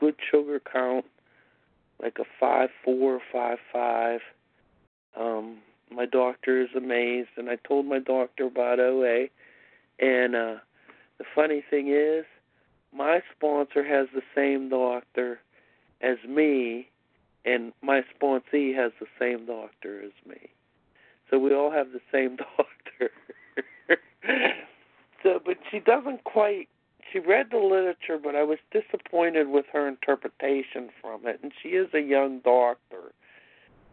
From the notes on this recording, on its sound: 100 Pounders Phone Meeting